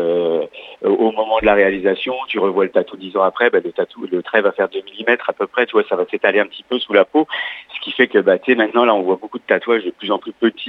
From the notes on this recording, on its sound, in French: Par téléphone depuis Montréal.